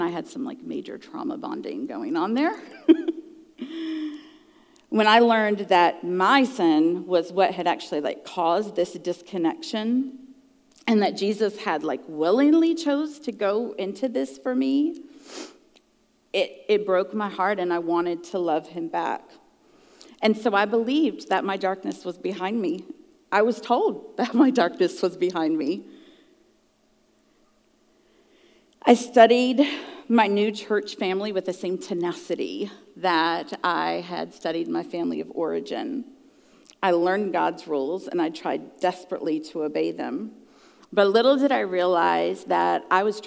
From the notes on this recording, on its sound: at the June icuTalks live event.